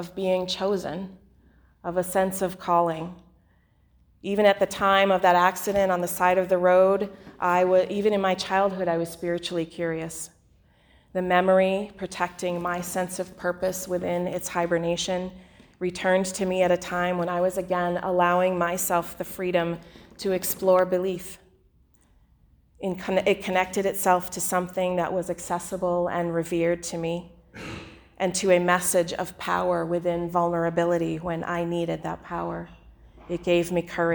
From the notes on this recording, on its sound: The following sermon was delivered on Sunday, December 15 2019 at the Unitarian Universalist Congregation in Andover.